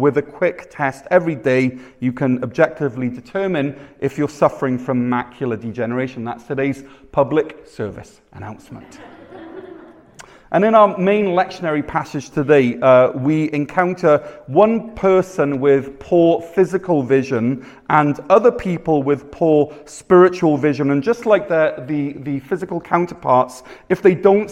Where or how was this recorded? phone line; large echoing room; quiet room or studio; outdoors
large echoing room